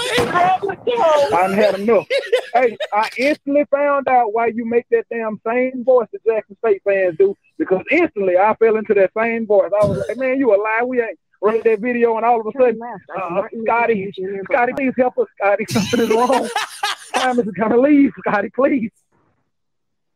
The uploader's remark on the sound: CALLERS CALL